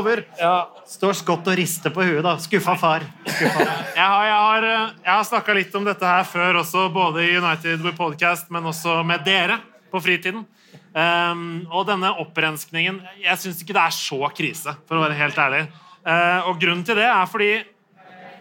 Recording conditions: live audience